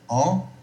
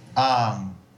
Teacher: So what he's saying is that the nasal back then was slightly different. You would actually say a plain vowel and then a nasal sound after it. · Shown in: second take · En commençant par une voyelle orale et puis en terminant par quelque chose de nasal.